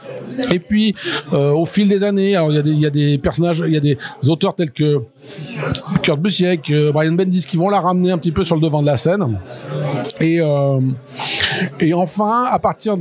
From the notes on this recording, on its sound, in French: Un épisode inédit que j'ai pu réaliser au cours d'une soirée presse pour le lancement de la collection Super-Héroïnes Marvel chez Panini Comics France !